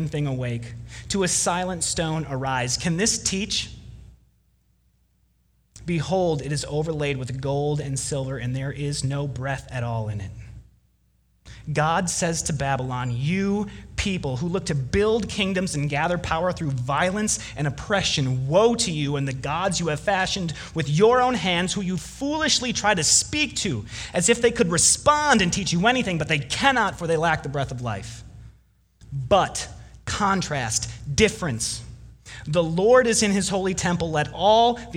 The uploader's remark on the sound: Delivered Wednesday, November 27 at Woodridge Community Church (New Berlin, WI).